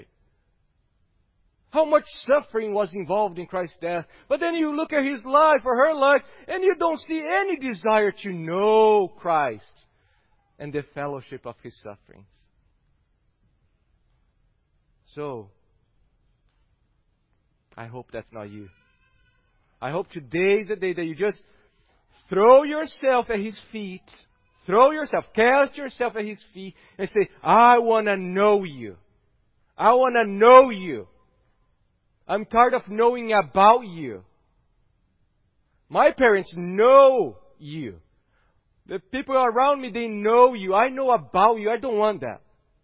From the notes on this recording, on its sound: at Gracious Cross Reformed Church Salem on Sunday, February 28th, 2021.